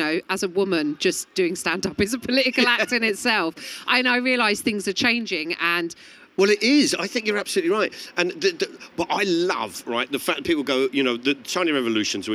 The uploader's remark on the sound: Recorded live at the Lush Showcase.